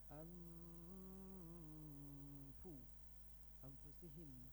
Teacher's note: Kemudian nun mati disembunyikan, ikhfa bertemu dengan fa.